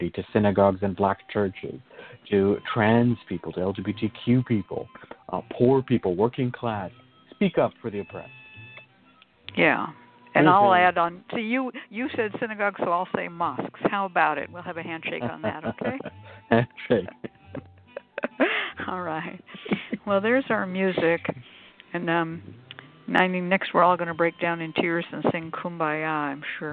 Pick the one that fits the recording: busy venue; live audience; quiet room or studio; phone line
phone line